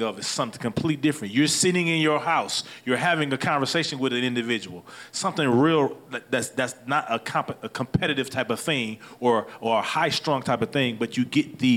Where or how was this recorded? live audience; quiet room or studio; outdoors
live audience